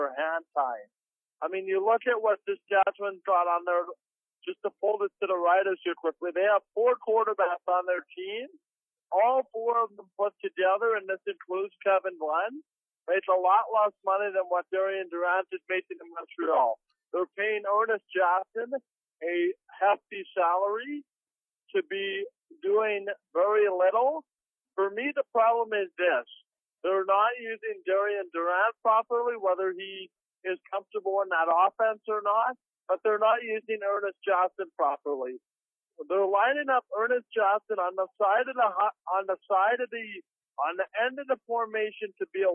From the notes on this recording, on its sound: Is joined in studio. Joining them over the phone line.